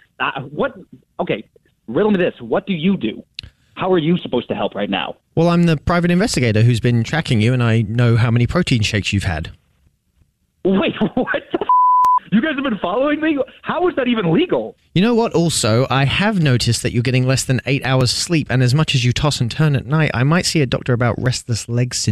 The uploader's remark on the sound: phone prank style